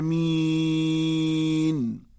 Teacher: والخلاصة أن المأثور والمستحب عن النبي صلى الله عليه وسلم الإطالة في النطق بكلمة آمين، ويحصل المد بإطالة النطق في الألف وهو مد بدل، أو الياء وهو مد عارض للسكون، بحيث نمده حركتين أو أربع حركات أو ستا دون إفراط في المد، ومن غير تجديد للميم، فلا نقول آمين لئلا تصير بمعنى آخر، لأن آمين معناها قاصدين.